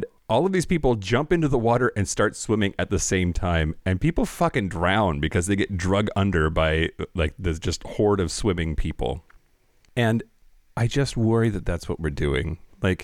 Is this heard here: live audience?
no